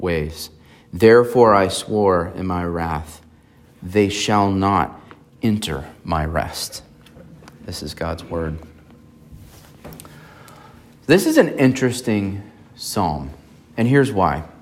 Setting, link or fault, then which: setting, large echoing room